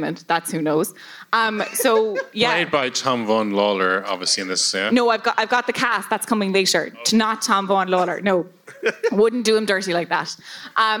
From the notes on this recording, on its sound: Appeared as part of a double bill with The Irish Passport at The Button Factory. This episode is the live recording of that show, edited for brevity and clarity.